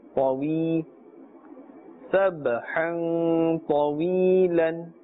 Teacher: we will pull a little up to one alif, because this is a ya madda